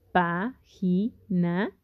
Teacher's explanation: Si contamos de derecha a izquierda, sabemos que na es la última, la penúltima es ji y la antepenúltima es pa. Página tiene su sílaba tónica en pa